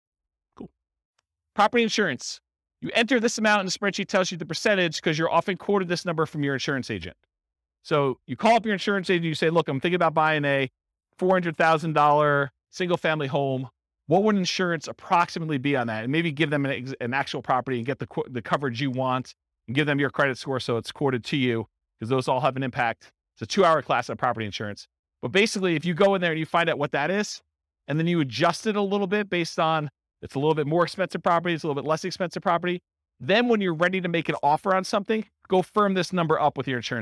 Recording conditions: live audience